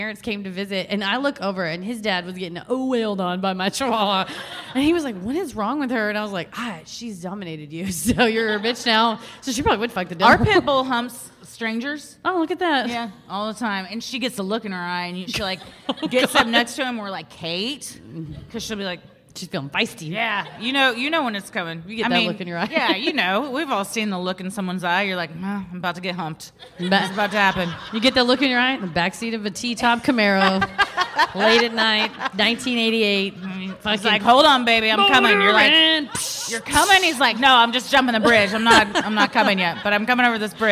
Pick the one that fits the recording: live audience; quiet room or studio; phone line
live audience